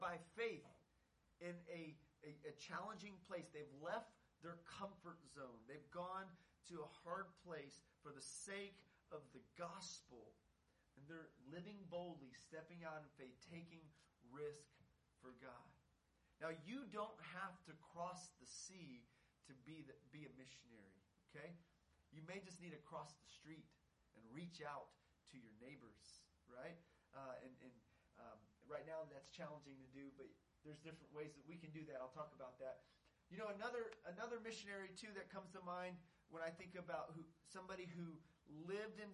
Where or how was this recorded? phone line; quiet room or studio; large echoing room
large echoing room